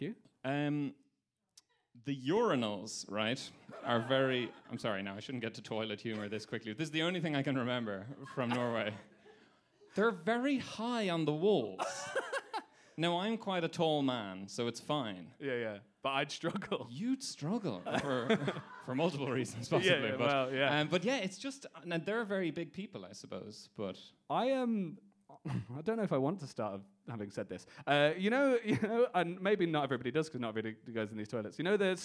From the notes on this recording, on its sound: Recorded LIVE at the Cheerful Earful Podcast festival.